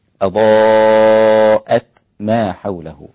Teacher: والتاء هنا مهموسة وصلا ووقفا